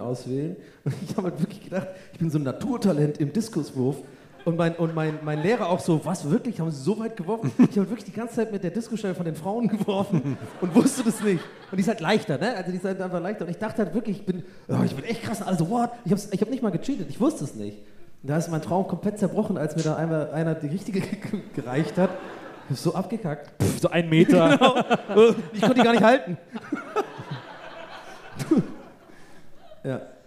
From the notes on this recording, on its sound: Wie ein U-Boot sind wir in Monheim aus dem Rhein aufgetaucht und haben uns direkt am örtlichen Geysir niedergelassen. Live in Monheim.